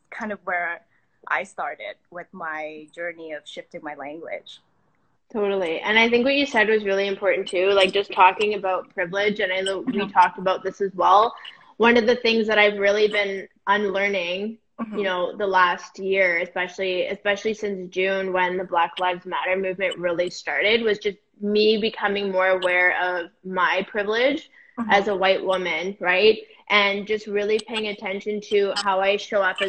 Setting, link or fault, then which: link, video call